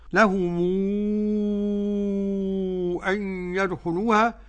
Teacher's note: مد منفصل بمقدار ست حركات